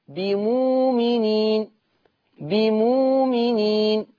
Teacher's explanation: حكم الهمزة الساكنة الإبدال، وتبدل واو، وتبدل واو لأنها مسبوقة بضم